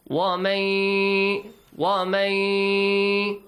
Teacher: Nun is a skip. Mim is merged with the Ya. · Term: Idghab